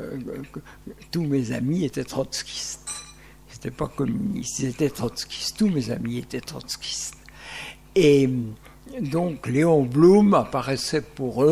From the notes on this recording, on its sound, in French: Échanges enregistrés à l&#8217;occasion du déjeuner de l&#8217;avant-garde de l&#8217;Optimisme, le 14 décembre 2015, au CESE